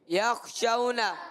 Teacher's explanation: واؤ ساکن سے پہلے زبر آئے واؤ لین ہو گیا ہے اور یہاں پر نرمی سے ادا کریں گے